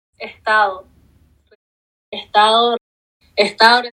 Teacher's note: suena como si la D desapareciera en todas velocidades diferentes · Term: elisión